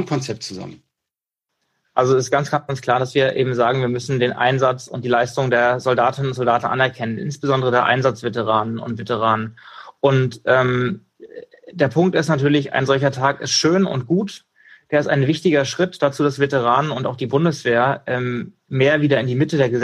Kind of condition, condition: link, video call